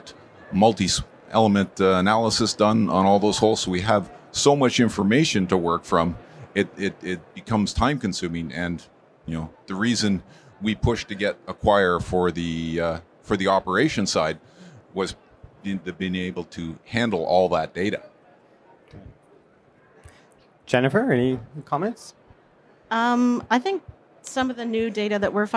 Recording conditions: busy venue